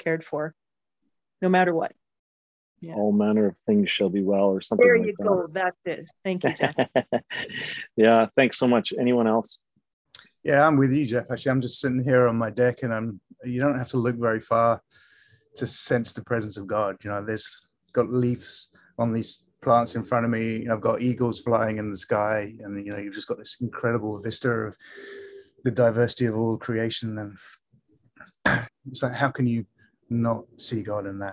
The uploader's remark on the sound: For this zoom service